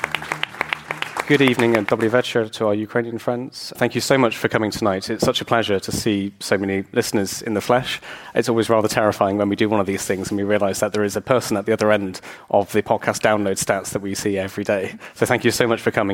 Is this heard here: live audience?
yes